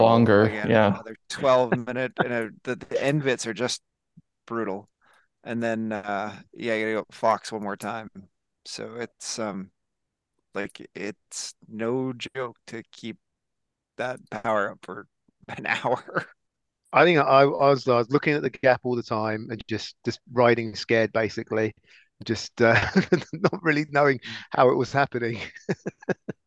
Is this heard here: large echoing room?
no